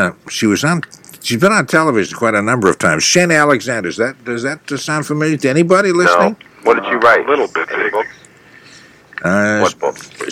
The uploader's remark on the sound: I’m on the phone from MC.